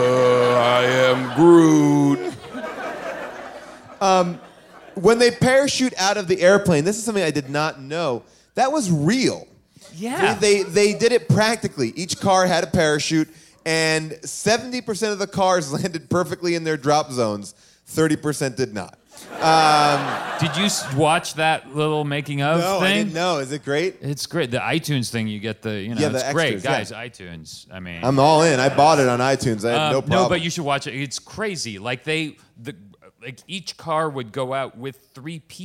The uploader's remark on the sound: Recorded LIVE from Largo in Los Angeles. We learn about Fast & Furious fan fiction during audience Q&As!